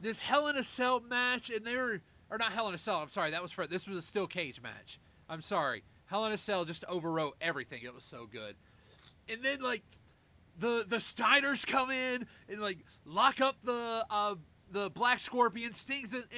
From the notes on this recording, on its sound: Audacity conspired against us, my own audio made a fool of me